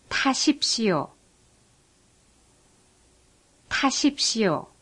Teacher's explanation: The T with an apostrophe is pronounced like the T in take, but with a strong puff of air.